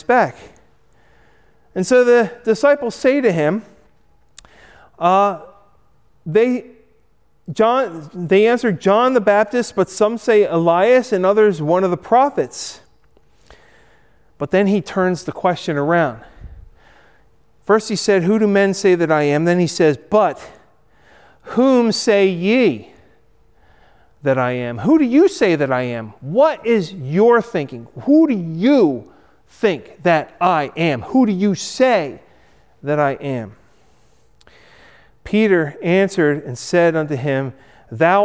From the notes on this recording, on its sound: Recorded at Hudson UMC